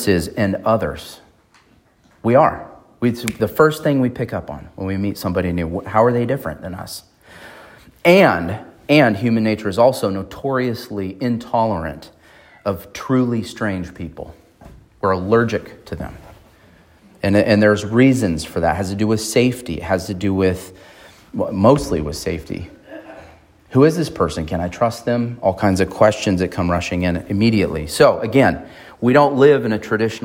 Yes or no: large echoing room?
yes